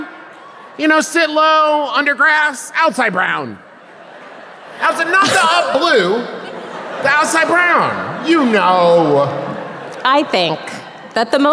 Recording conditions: live audience